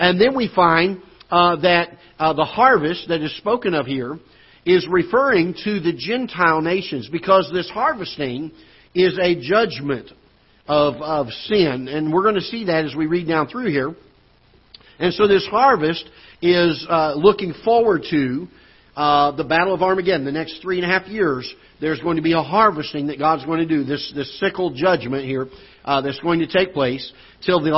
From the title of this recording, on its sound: Ketha Heights Baptist Church ~ Live Broadcast